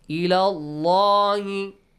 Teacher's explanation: With the letter lam in the word Allah. Allah is pronounced heavily.